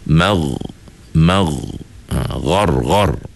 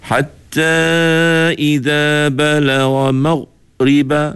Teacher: Kerana apa? Kerana huruf ghain ini bersifat dengan sifat rokhawah, di mana suara rokhawah ini ialah suara yang mengalir, tidak tersekat · Shown in: first take